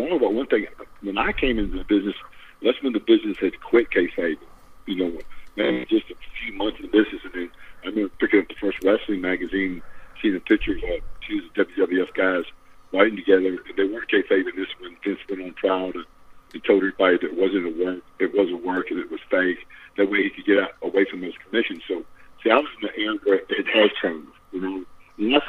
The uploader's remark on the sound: Over the phone.